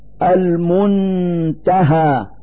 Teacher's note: في هذا المثال نلفظ النون الساكنة من كلمة المنتهى من مخرج التاء من ذات الكلمة المنتهى مع إظهار الغنة التي هي الدليل على وجود النون الساكنة.